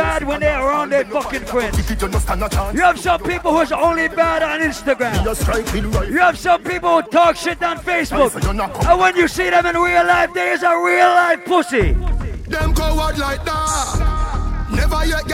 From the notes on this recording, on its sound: LIVE PARTY AUDIO. LIVE AT ISLAND SATURDAYS.